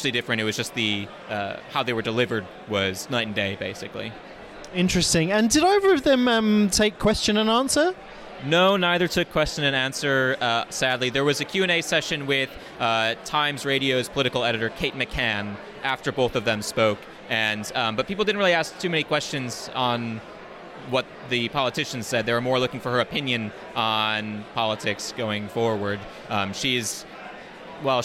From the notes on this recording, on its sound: Discuss conference highlights from the Queen Elizabeth II Conference Centre in London. Excuse the audio quality being less than perfect amid the hubbub!